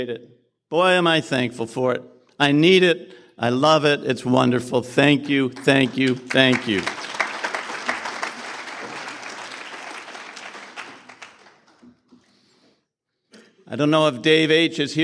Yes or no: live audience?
yes